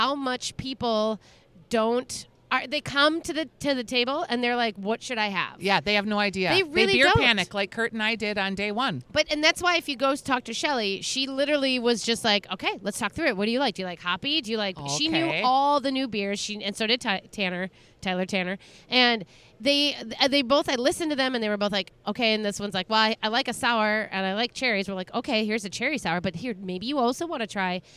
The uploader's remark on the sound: Live from a Yellow Picnic Table and Feeling Every Minute of It! The Ball Park beer stand.